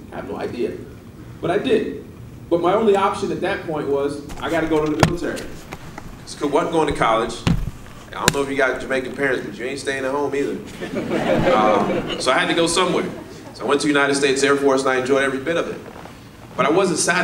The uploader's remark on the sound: Real Estate RoundUp LIVE Keynote 2019